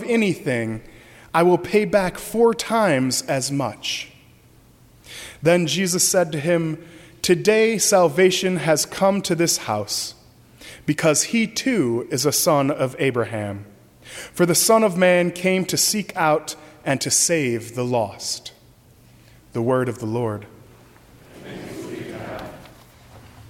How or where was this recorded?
large echoing room